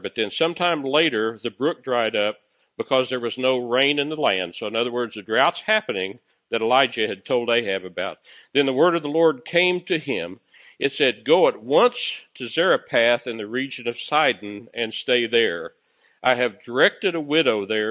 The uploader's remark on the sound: Recorded live at Freedom Fellowship Church in Tontitown, Arkansas on Sunday, October 4, 2020.